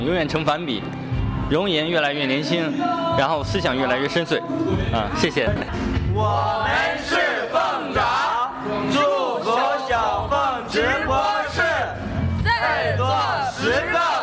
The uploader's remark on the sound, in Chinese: 音乐会实况。这是2018年1月6号夜晚的班卓音乐酒吧。现场气氛堪称炸裂、完美。